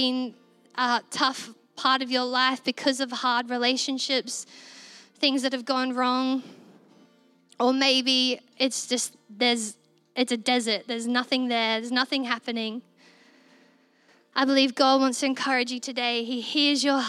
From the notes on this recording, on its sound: This was recorded in our Melbourne East service